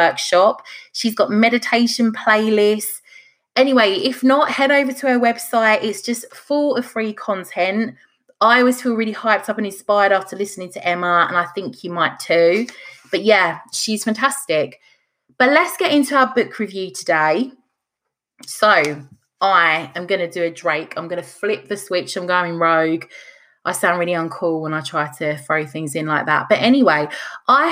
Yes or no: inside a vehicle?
no